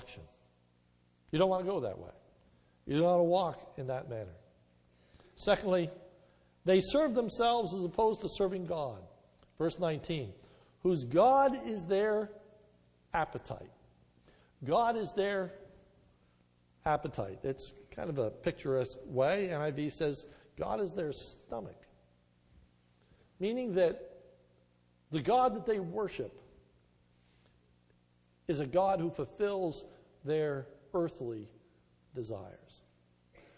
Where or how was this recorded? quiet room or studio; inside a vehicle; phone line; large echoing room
large echoing room